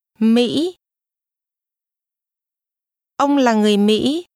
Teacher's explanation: Listen and repeat to practice the low, falling, broken tone.